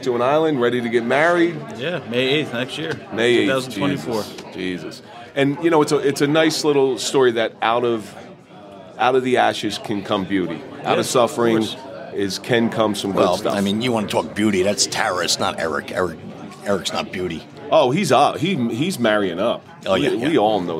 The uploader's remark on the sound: Live Event at Mickeys Bar and Grill. Tonight we are at Mickey’s bar and Grill for our three-year anniversary party and year and celebration.